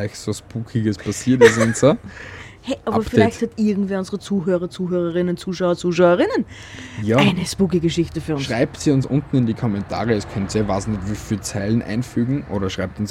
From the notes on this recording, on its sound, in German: Heute vom Balkon aus und mit ein paar Hintergrundgeräuschen, um es creepier zu machen.